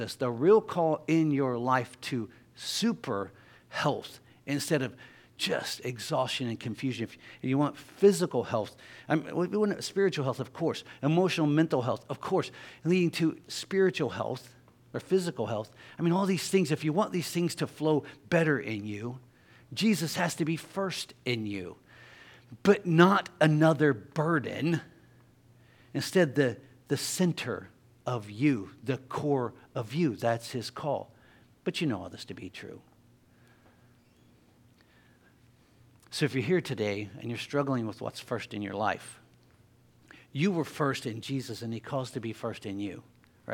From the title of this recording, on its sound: LIVE Services at Sunshine